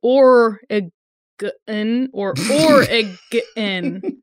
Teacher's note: Place the stress on the first syllable and keep the G hard, as in gun.